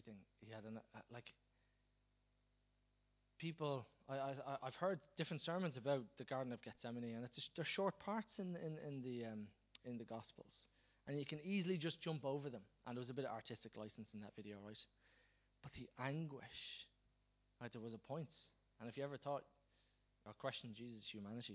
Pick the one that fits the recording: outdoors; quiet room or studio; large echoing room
large echoing room